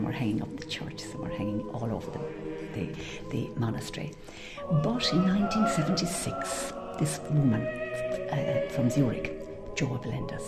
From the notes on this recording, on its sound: A special Christmas programme recorded at the beautiful and world famous Glenstal Abbey